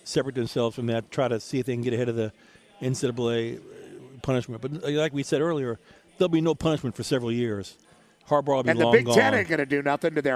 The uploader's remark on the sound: LIVE from The Breeders Cup at Santa Anita Park